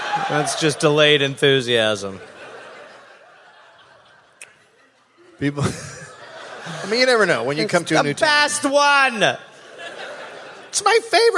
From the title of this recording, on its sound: (Live)